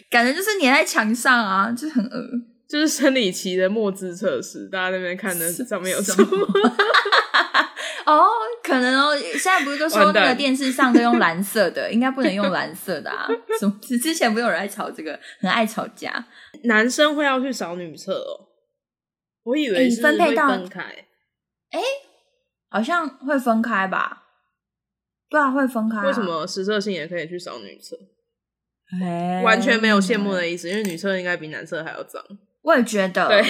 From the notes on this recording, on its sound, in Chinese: 直播節目會有一些現場音或不可抗力干擾。